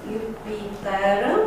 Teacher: Jupiter, cu lungirea consoanei P. · Term: geminare expresivă